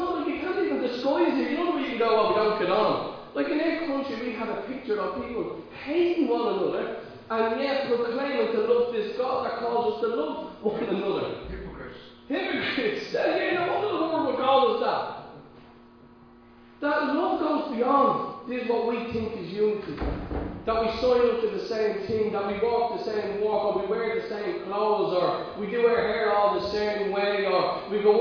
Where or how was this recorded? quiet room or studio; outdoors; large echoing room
large echoing room